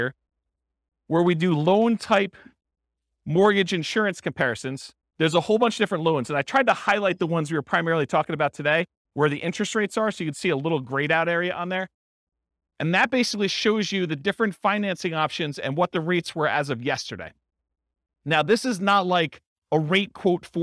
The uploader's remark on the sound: This was a live class recorded